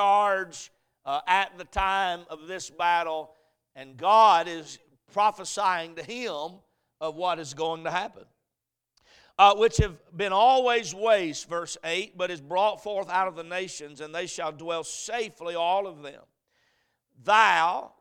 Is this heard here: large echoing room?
yes